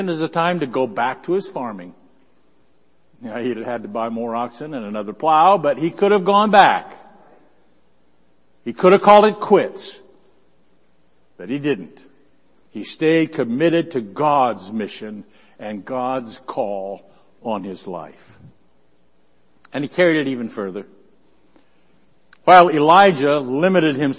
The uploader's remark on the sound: Worship Service